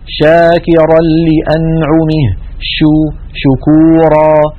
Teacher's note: الشين لا ينقفل المخرج عند النطق بها، بل يبقى مفتوحا يمر منه الصوت